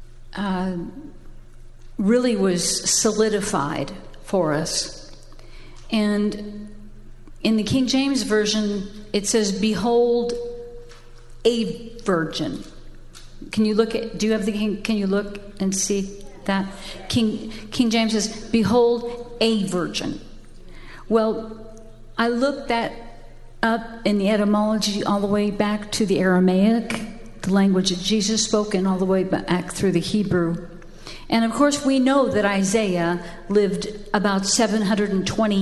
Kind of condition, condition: setting, large echoing room